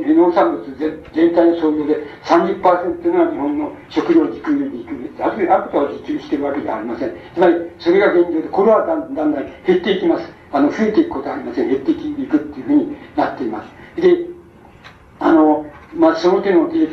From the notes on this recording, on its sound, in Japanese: 場所：長岡市・中越高等学校会議室。音源は主催者提供。客席から録音されたものだが、 比較的クリア。しかし、 講演の最後の部分で録音が終わる。